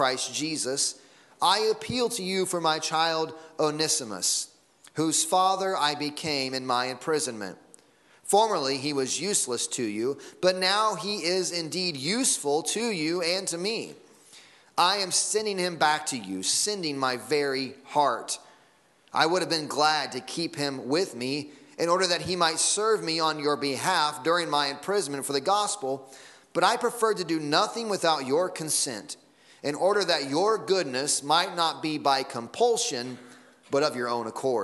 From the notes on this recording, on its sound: Sunday Morning Sermon Audio